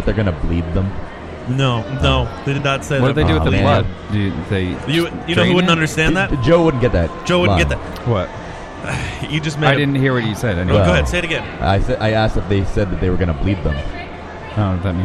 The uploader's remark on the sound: We are LIVE from Rhode Island Comic Con Day 2